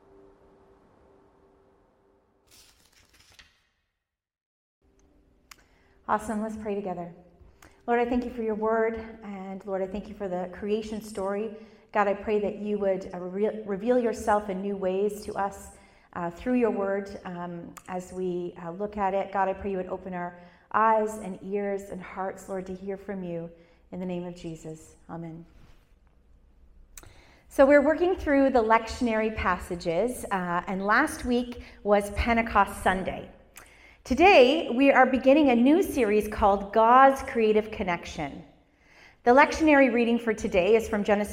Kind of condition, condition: setting, large echoing room